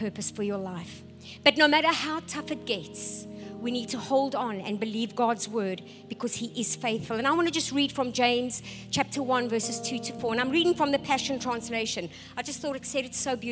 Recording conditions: large echoing room